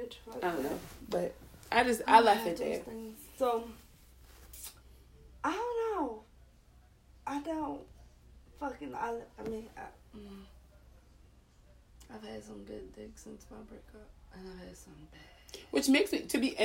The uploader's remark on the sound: Laptop died so the duo got together around the iPhone and just had a convo.